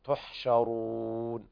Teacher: كل القراء يقرؤون بتفخيم الراء